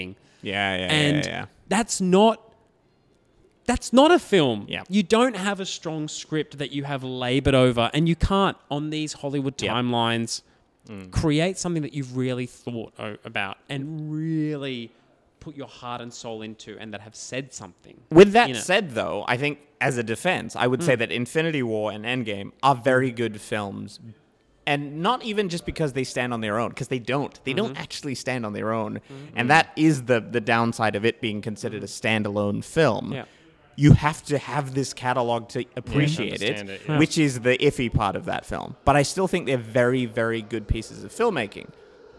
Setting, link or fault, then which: setting, live audience